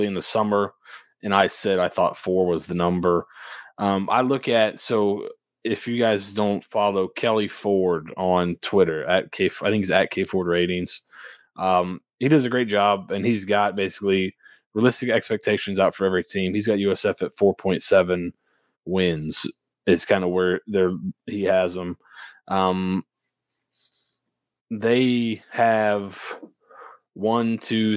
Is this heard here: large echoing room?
no